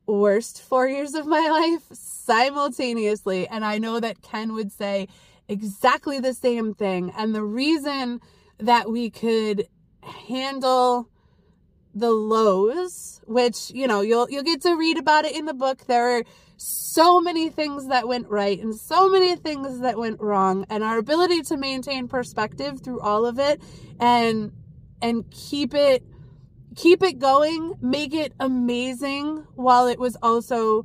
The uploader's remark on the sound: Back in the car for a old school episode this week!